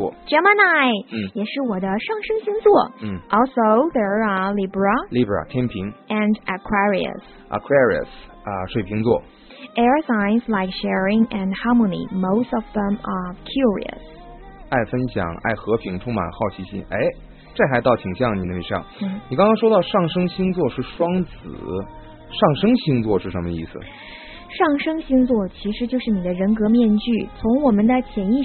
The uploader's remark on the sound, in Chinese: 老粉能一耳朵就听出这嘈杂的音质